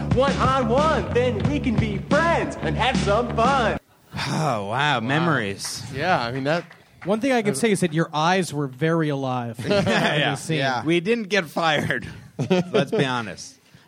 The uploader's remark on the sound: Live on stage at The UCBEast Theatre.